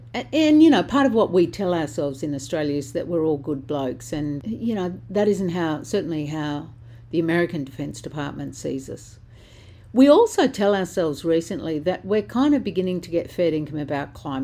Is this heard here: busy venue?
no